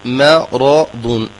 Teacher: ما مرققة، ثم راء مفخمة، ثم ضاد مفخمة